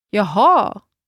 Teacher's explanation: the stress in jaha will usually be put on the last vowel